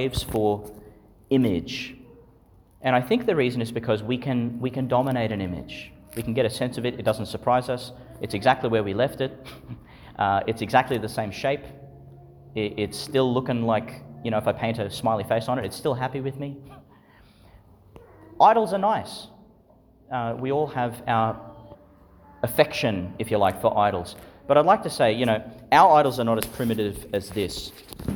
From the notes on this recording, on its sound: Homily for the Twenty-fourth Sunday in Ordinary Time, delivered in St Patrick's Church, Calliope, Qld.